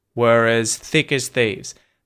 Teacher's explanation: So that doesn't matter if it's in the next word or if it's in the same word. We pronounce the R to link the two vowels.